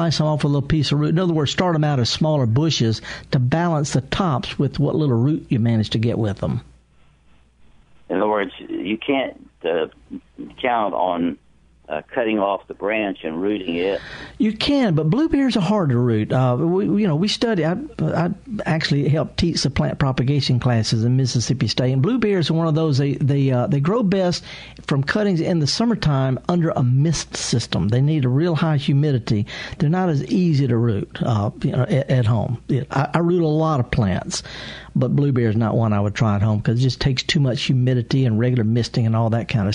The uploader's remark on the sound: live in the studio taking your calls